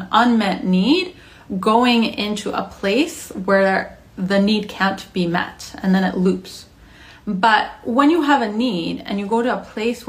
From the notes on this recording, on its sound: originally as an Instagram Live recorded on January 26, 2022